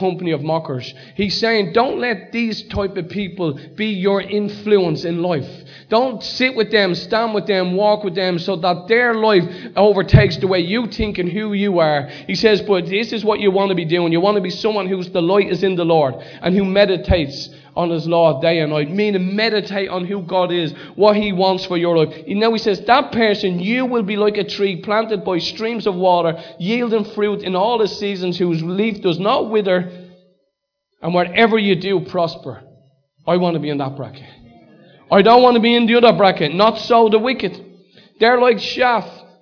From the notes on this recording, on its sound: Recorded live at Liberty Church on 3rd March 2019